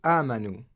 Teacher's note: And then on the word آمَنُوا، as you can see, there's a hamza with a fatha, and after the hamza, there's an alif. And we have to pronounce this as if it were a lengthened alif.